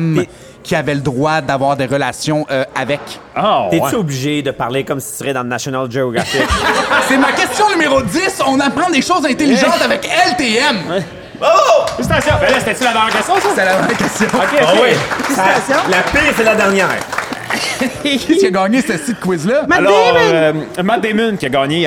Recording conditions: busy venue